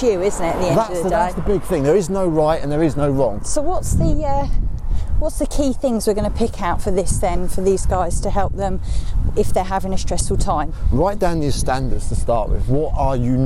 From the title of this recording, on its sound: walking podcast